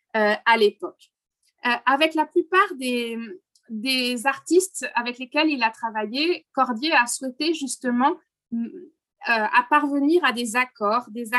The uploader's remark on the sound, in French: Enregistré sur Zoom